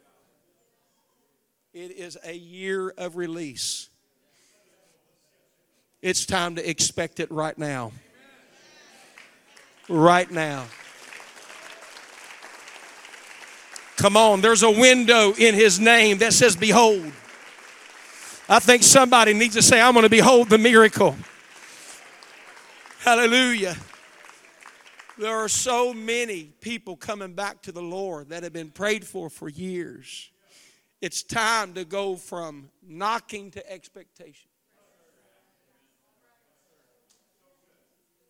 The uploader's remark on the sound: Wednesday Evening Revival Service. The Anchor Church of Zanesville, Ohio.